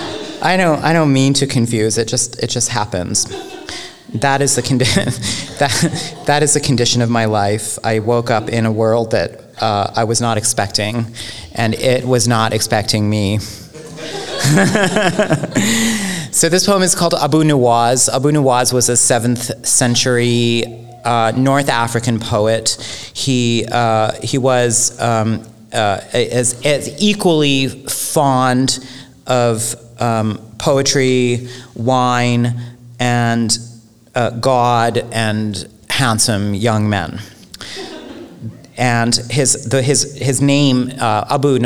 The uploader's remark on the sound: live at The Philadelphia Ethical Society